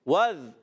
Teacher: واو کی ادائیگی ہونٹوں کی گولائی سے دونوں ہونٹ گول کرتے ہیں تو واو ادا ہوتا ہے